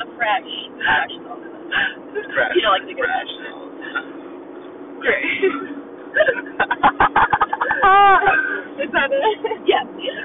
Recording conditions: poor sound quality